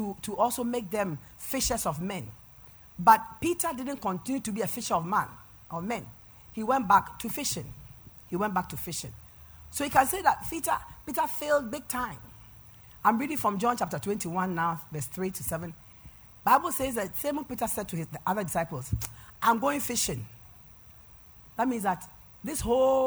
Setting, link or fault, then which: setting, large echoing room